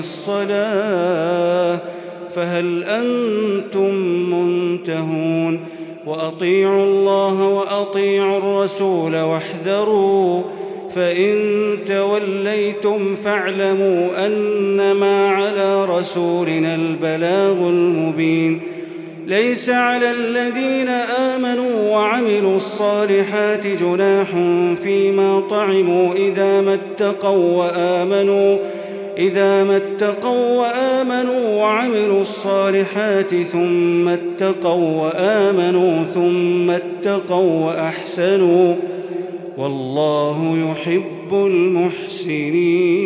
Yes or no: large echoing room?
yes